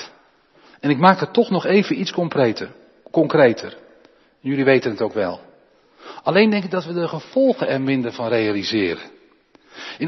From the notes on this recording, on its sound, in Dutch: De preek is op 13 maart opgenomen in de Jeruzalemkerk in Groningen.